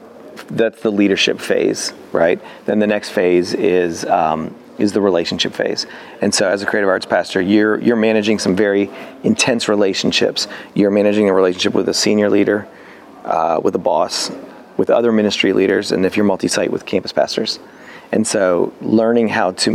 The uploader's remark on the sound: two interviews that we conducted while we were at Experience Conference in Orlando